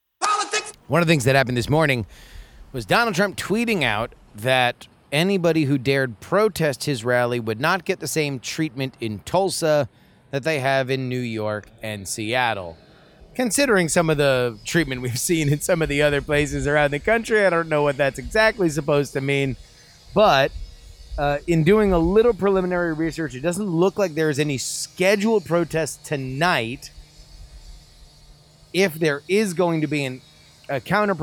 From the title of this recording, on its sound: LIVE from the Tulsa … Rally!